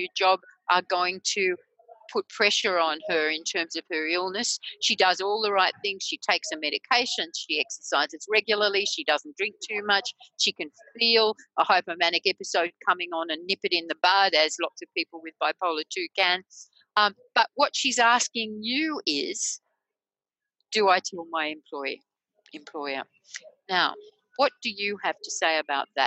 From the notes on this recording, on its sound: In this podcast, based on a recent webinar, our panel explores the issue.